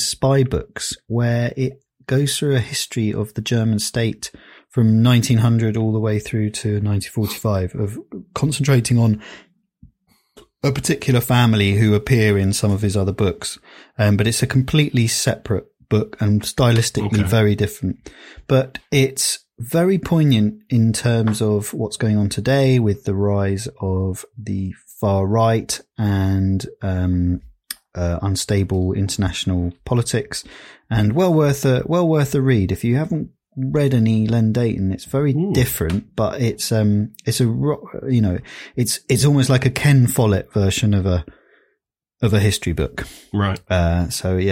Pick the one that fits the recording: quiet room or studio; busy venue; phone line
quiet room or studio